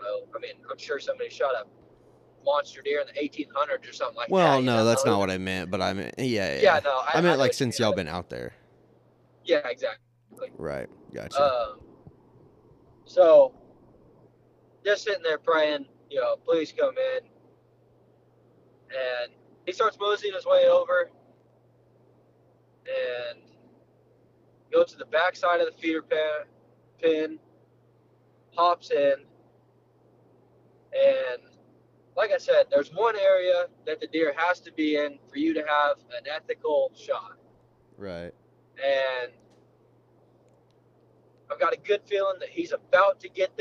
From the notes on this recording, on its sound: Is driving home from a memorable deer hunt.